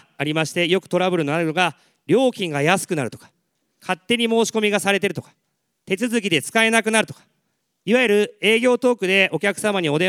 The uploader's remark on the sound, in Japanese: 東京・梅田で行われた「ラジオNIKKEI 相場の福の神 注目企業ＩＲセミナー」から。ＩＲプレゼンをお聴きください。